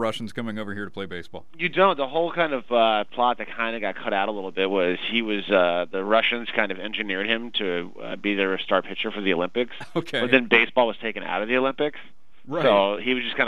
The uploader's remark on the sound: called in to discuss